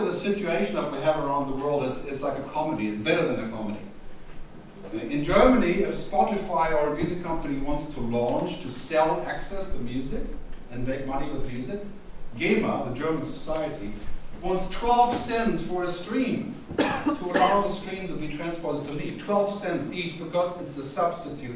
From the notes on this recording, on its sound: presentation at the Contemporary Music Centre's conference 'The Future of Music in the Digital World', which took place at the Coach House, Dublin Castle on 11 June 2010